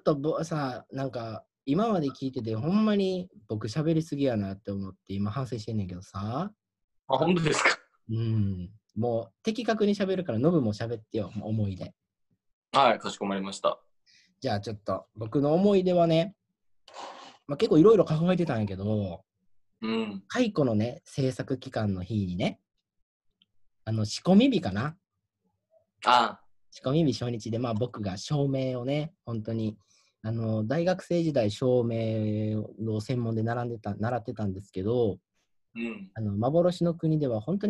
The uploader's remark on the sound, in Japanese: 東京を舞台に活動する劇団、幻ノ國がお届けするラジオ。初のzoom画面収録ラジオ。